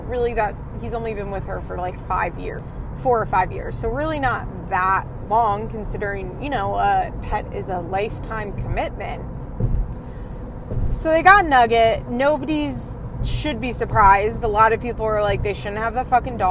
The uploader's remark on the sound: The very unconventional FIMH CarCast. Recording her thoughts and feelings from her car.